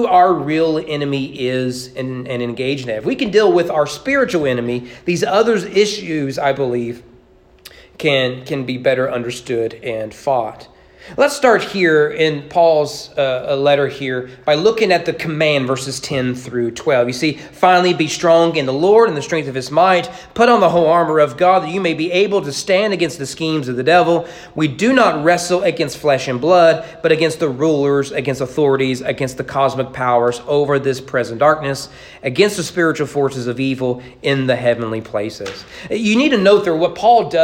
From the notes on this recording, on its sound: Sermon preached at East Frankfort Baptist Church on Sunday evening October 23, 2022.